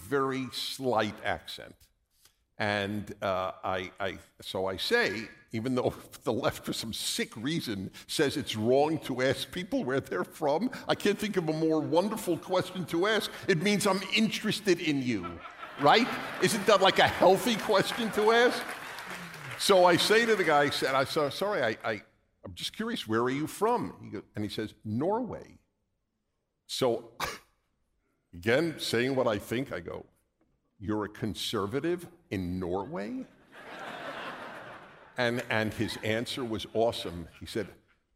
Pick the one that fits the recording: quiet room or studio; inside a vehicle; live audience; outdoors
live audience